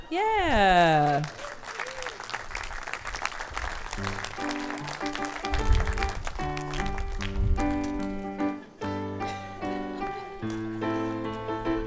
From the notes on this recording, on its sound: Told live on stage and without notes.